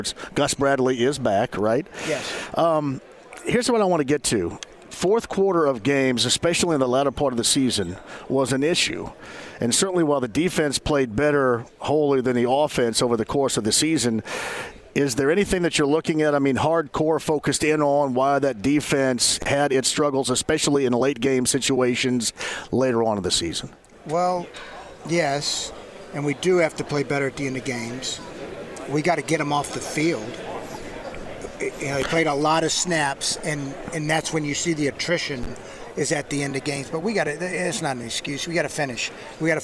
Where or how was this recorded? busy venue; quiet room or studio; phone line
busy venue